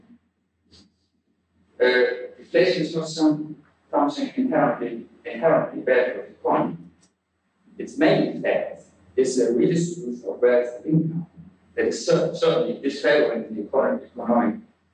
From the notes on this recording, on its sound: Note that the audio quality for 2006, 2008, and 2009 was poor and has been improved.